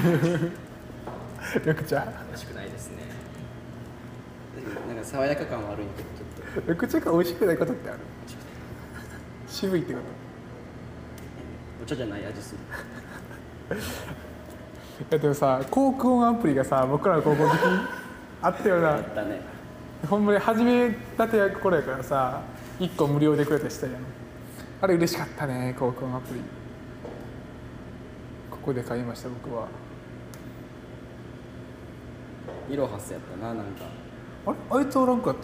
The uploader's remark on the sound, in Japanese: 帰省した時に対面で撮った音源です。かつて練習していたコートを歩きながらしゃべっています。雑音あり、低音質、大量の規制音となっております。